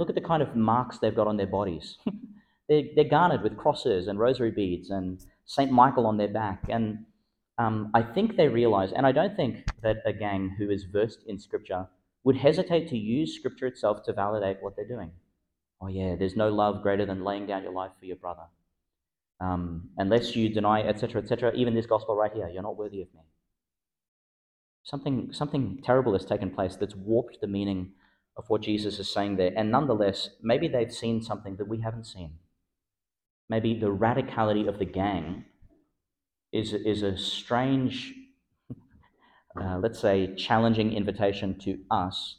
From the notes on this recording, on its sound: Delivered in Our Lady Star of the Sea Church (evening Mass) , Gladstone, Qld. Delivered in Our Lady Star of the Sea Church (evening Mass) , Gladstone, Qld.